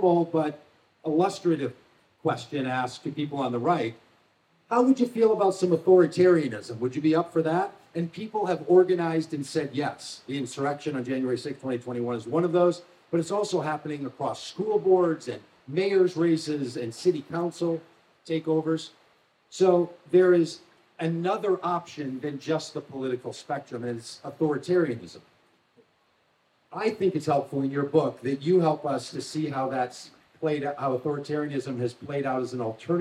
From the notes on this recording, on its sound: spoke at the Wild Goose Festival in North Carolina in July 2023